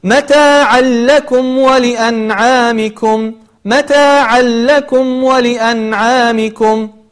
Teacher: ظهر عندنا إدغام أيضا بغير غنة في قول الله سبحانه وتعالى متاعا لكم ولأنعامكم، متاعا لكم ولأنعامكم.